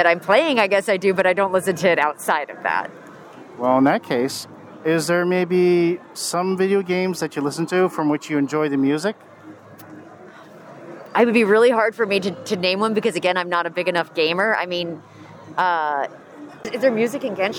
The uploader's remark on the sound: A couple of weekends ago, I attended the SoCal Gaming Expo. With a digital voice recorder in hand and some nerves of courage, I roamed the aisles of vendors and developers, searching for people to interview.